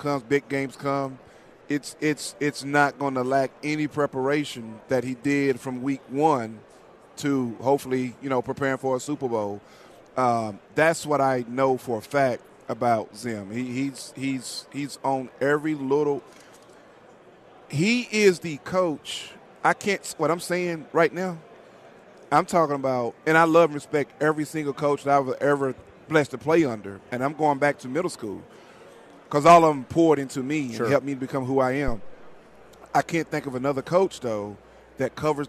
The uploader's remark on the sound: live from Super Bowl Raido Row